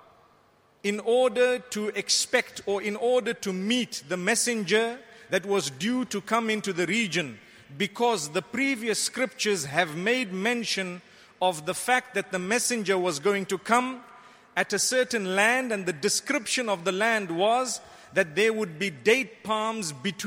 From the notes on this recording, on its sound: Delivered at Tuanku Mizan Zainal Abidin Musjid